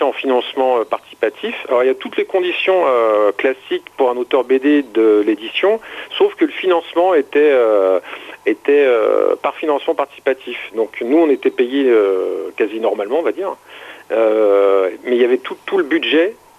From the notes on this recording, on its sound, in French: qui reçoit par téléphone le dessinateur